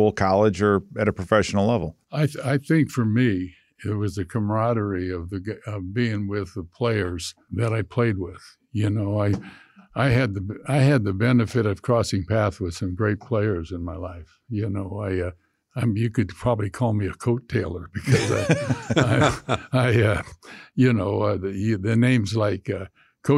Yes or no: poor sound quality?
no